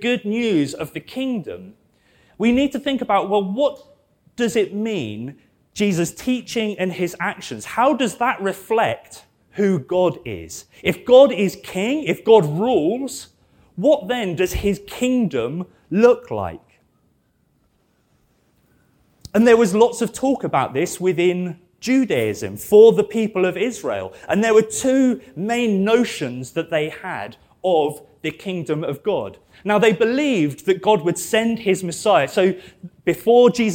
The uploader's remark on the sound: This sermon was preached at Welcome Baptist Church